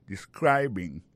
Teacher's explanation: il a prononcé mot de describing accent tombé sur deuxième syllabe · Term: accent tonique